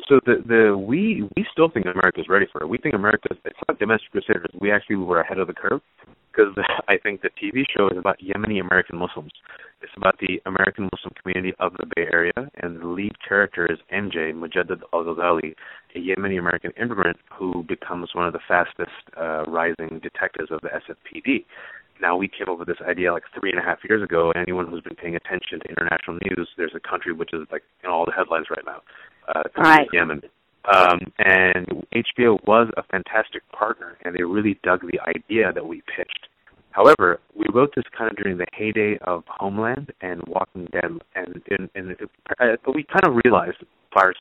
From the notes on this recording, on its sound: You're listening to KLX Berkeley at 90.7 FM. Coming at you from the Public Affairs Department here at Calex. Joined us via phone.